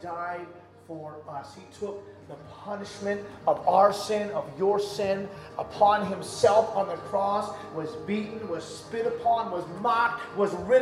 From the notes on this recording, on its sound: during the Sunday morning service